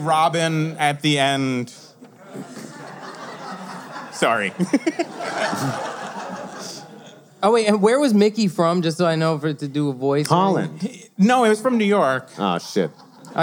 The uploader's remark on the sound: We recorded live in front of a standing-room-only crowd at the Bell House in NYC as part of the 2020 Brooklyn Podcast Festival .